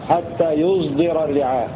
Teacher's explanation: ولحمزة والكسائي إشمام الصاد